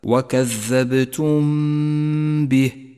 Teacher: يأتي بعد ذلك الإخفاء الشفوي حيث جاءت الميم الساكنة وبعدها الباء، والواجب هنا أن نخفي الميم بالباء مع بقاء غنة للميم زمنها حركتان، تقرأ هكذا وكذبتم به، ولا تجافي بين الشفتين عند نطقها ولا تضغط عليهما.